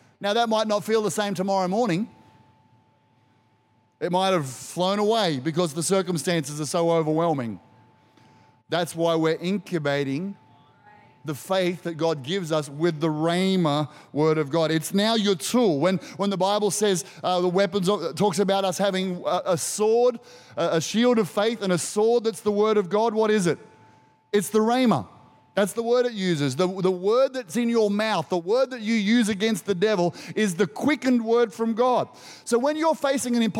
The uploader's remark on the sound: Recorded during our 9am service on Sunday, the 26th of March 2023